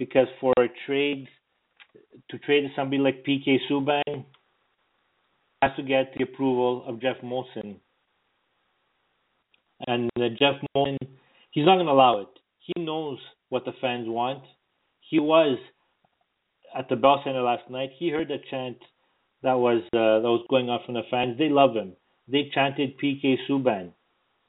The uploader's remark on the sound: We take your phone calls.